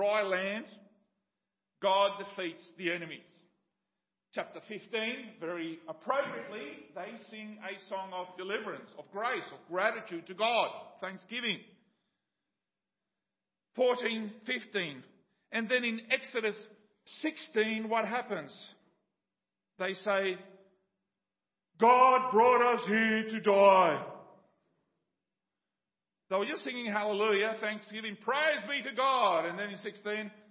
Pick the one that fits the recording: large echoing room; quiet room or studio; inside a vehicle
large echoing room